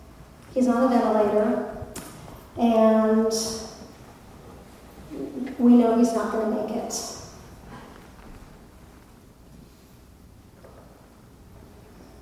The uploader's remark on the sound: live on stage at Alberta Abbey for live storytelling with Portland Story Theater